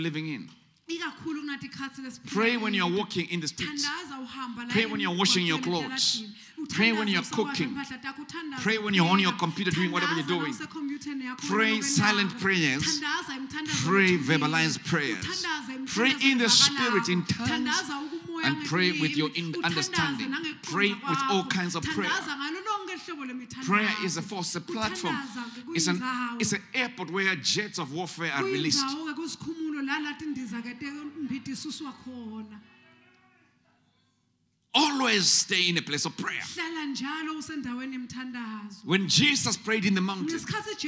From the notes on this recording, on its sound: Recorded Live at the Apostolic Hub.